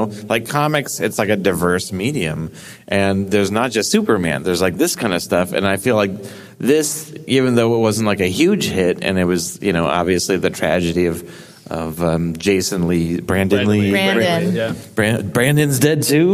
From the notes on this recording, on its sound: you are right in the middle of the recording session at Phoenix Fan Fusion 2019!